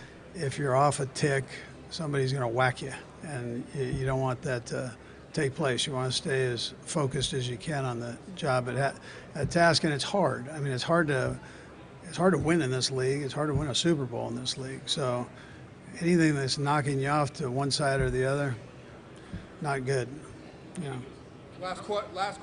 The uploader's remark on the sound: live from the Combine